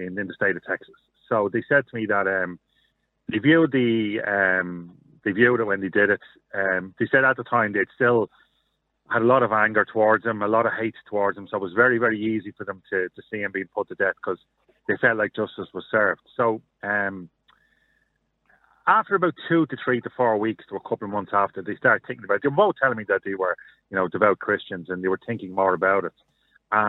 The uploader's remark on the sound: Opens the phone lines to callers, giving them the opportunity to voice their thoughts and opinions on the topic.